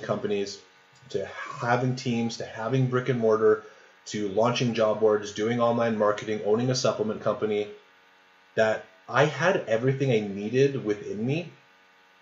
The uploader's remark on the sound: Sorry for the awful sound in this episode!